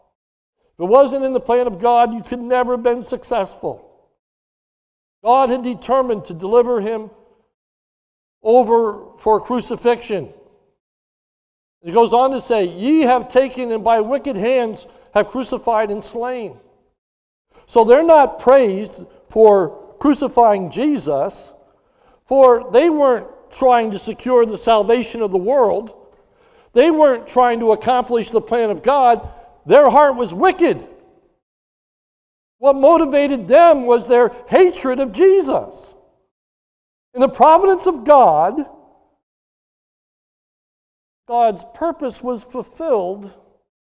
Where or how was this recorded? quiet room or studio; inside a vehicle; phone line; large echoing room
large echoing room